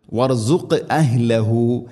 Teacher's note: വർസുഖ് എന്നത് ഖാഫിനെ ഖൽഖല, ഖൽഖലയുടെ അക്ഷരമാണ്. ഖാഫ് സുക്കൂനുണ്ട്, ഖൽഖലയുടെ അക്ഷരം, സുക്കൂനാണെങ്കിലും ശബ്ദം ശരിക്കും കേൾക്കണം.